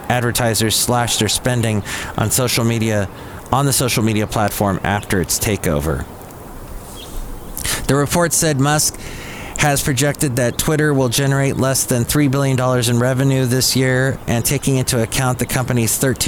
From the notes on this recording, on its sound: podcasts live from Café Anyway